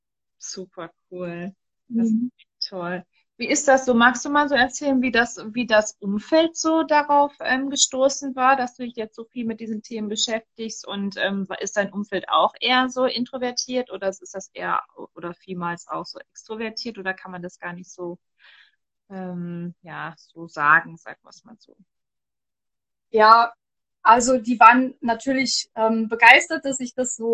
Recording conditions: video call